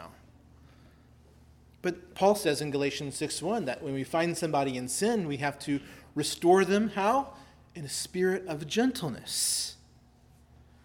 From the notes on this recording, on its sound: preached at Christ Our Savior Baptist Church on Sunday, August 27, 2023